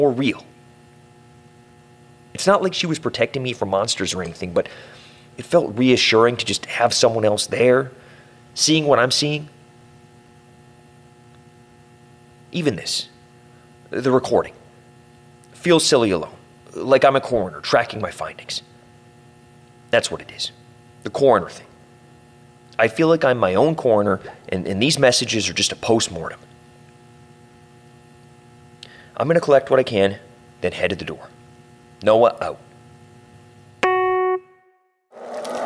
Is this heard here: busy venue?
no